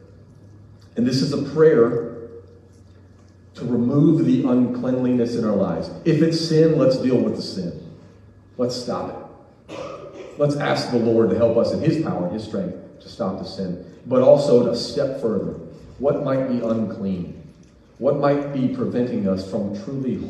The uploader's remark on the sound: we had some audio issues for the final few minutes of the message.